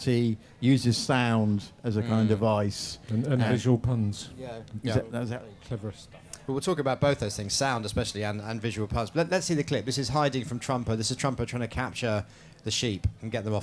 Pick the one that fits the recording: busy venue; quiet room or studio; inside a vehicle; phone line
busy venue